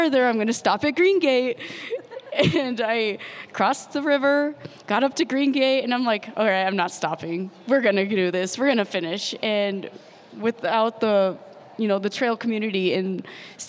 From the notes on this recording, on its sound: This is the audio from our third annual pre-race live interview show from the Western States 100. This is the afternoon session from Thursday June 22nd, our second of three sessions over the next 24hrs.